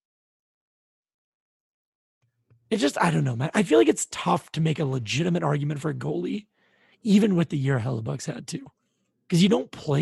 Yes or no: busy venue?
no